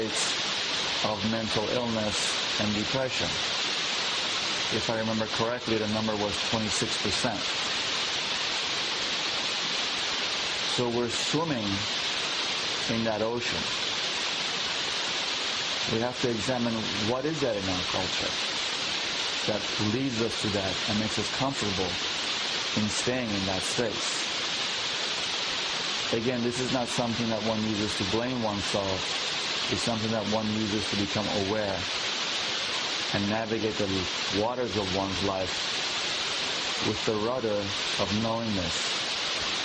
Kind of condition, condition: fault, sounds in the background